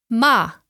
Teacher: With a falling tone, it means to swear or to curse